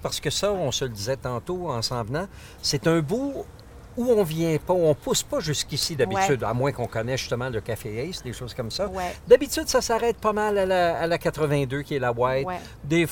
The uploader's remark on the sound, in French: Parcourent le « Vieux Strathcona », zone historique de l’ancienne ville du même nom, amalgamée à Edmonton en 1912. Autour d’un café à la brûlerie Ace Coffee Roasters (10055-80 ave). L’équipe se rend ensuite où tout a commencé, au coin de l’avenue Whyte et de la 103ème rue, emplacement des première et deuxième gares de train ainsi que du mythique Strathcona Hotel.